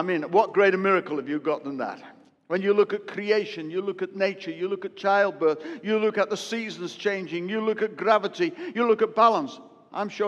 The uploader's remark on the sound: preached a sermon live at Destiny Church, Wakefield, UK (WF1 4AF) during the first service